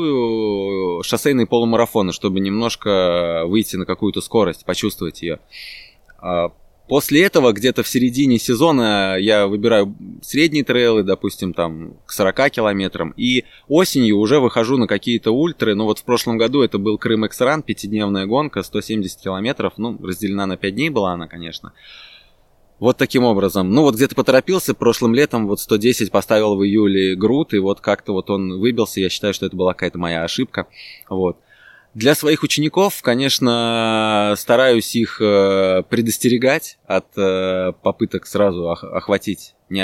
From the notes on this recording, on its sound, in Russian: записывали мы его прямо в лесу под звуки природы